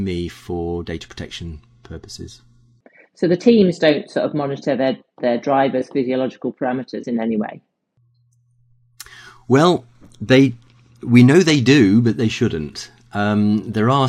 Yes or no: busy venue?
no